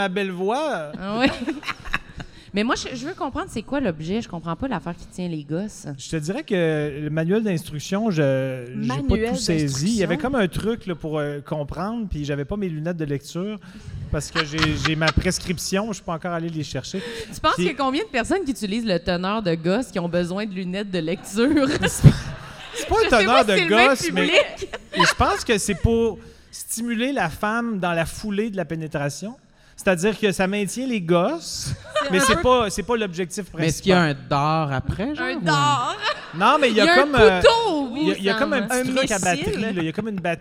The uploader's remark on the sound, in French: LIVE à Québec! Se joignent à la fête pour cet épisode capté à l'Impérial Bell de Québec durant le festival ComédiHa!